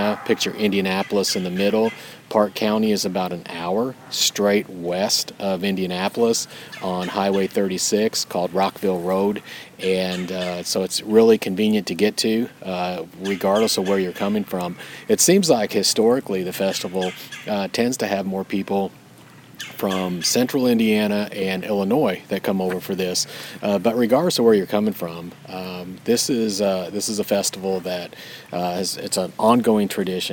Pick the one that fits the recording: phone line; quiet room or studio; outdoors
outdoors